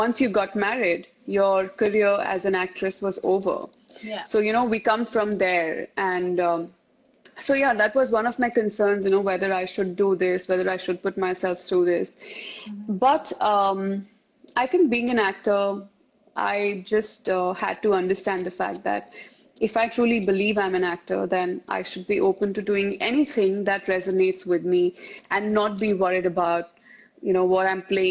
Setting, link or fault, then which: link, video call